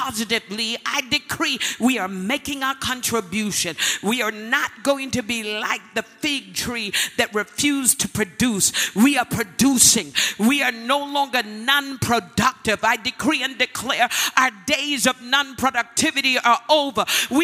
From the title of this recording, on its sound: Word Explosion Conference, 2019: Day 3